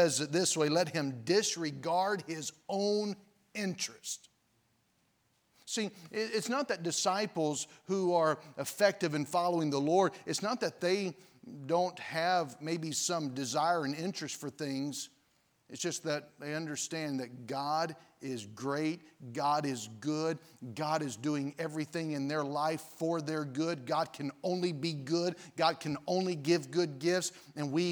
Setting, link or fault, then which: setting, large echoing room